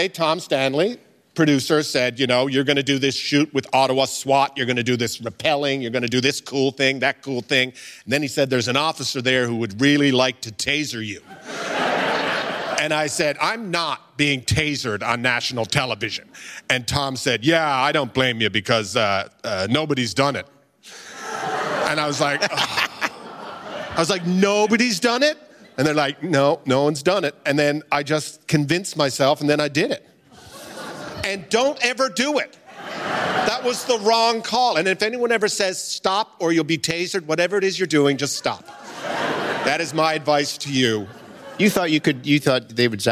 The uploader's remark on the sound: At a live event in Toronto’s Glenn Gould Studio